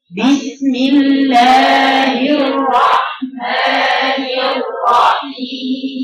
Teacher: هاتي الباء مقفول الشفتين في الأول مكسورة وجهر